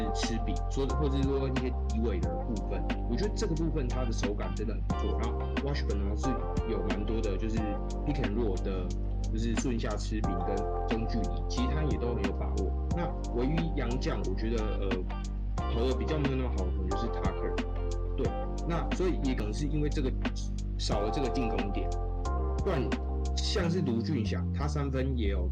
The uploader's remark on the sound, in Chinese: 這一集因錄音設備出現狀況有雜音問題較為嚴重